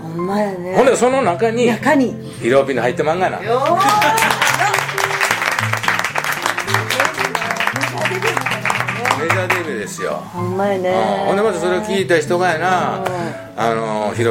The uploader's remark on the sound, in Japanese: 今回のゲストは群馬県前橋市のヘアーサロンマルヤマにて。対談公開収録をいたしました。